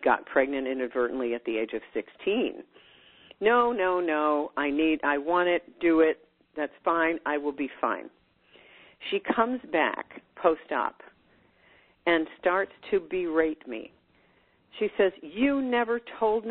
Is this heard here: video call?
no